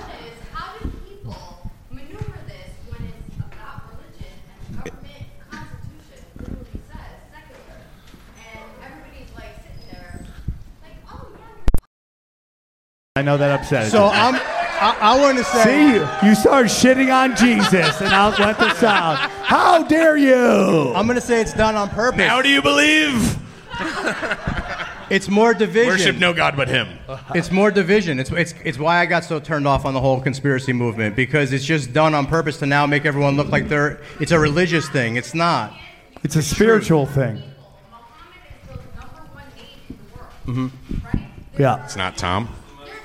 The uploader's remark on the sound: recorded at the Dojo Of Comedy in Morris Plains, New Jersey.